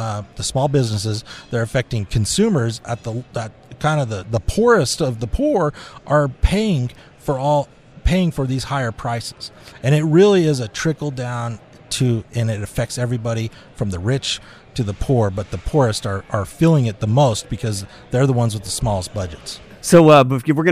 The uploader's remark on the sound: Live from Winter Fire School in St George, Utah